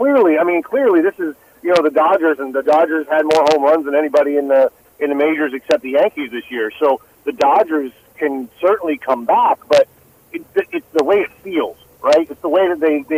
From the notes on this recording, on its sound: Boston Herald Sports Editor. Calls in to give his take on the Patriots, Celtics and Red Sox!